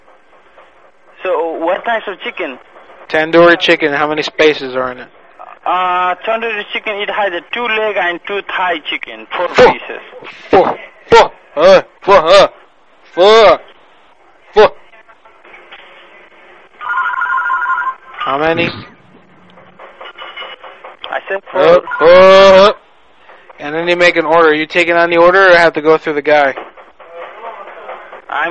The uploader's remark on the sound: Personal Prank Phone Calls Collection.